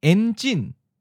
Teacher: En is in the ninth tone, and jin is in the second tone, high falling.